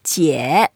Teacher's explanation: it's the third tone. So we make down first and then up and we make an effort.